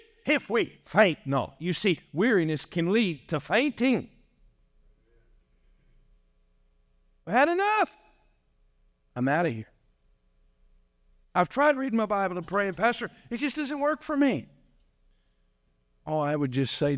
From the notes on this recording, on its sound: During our morning service.